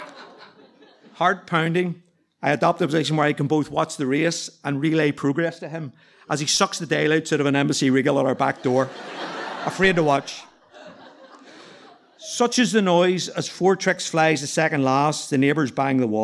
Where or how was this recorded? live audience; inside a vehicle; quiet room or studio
live audience